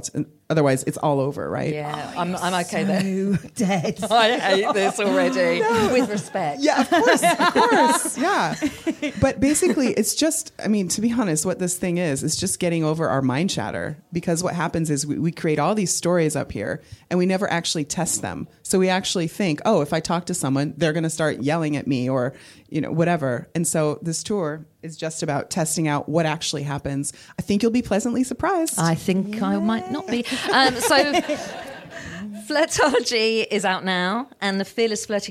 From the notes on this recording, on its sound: live at The Phoenix Arts Club in London